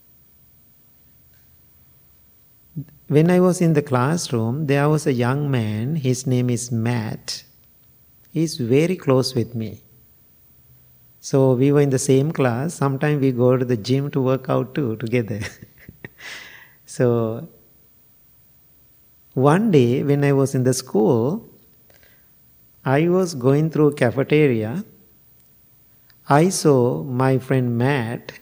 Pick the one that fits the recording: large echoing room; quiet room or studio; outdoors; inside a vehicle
large echoing room